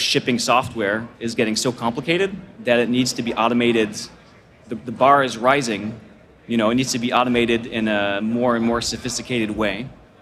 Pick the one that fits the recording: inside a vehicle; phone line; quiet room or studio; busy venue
busy venue